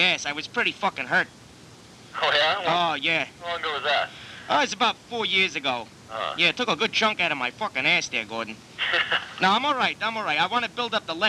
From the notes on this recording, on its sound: Prank Phone Calls